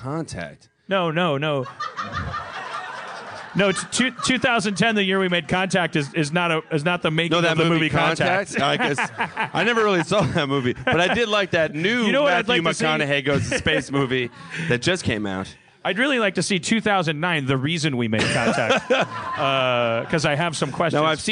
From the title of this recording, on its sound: LIVE From UCB East in New York